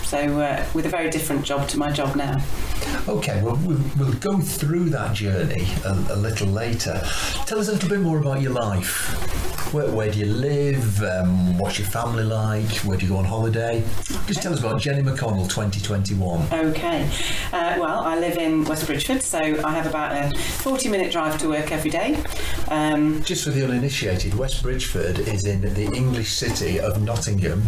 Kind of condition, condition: fault, poor sound quality